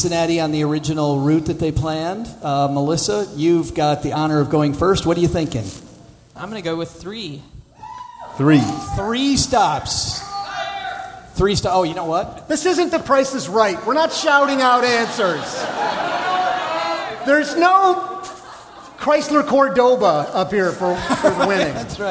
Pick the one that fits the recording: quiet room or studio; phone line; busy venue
busy venue